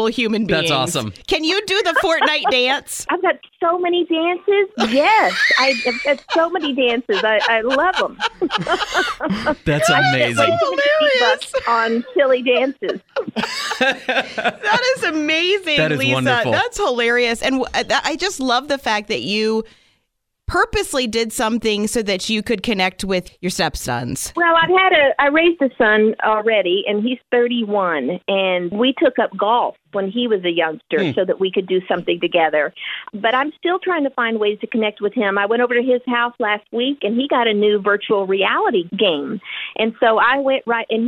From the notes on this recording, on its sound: spent some time on the phone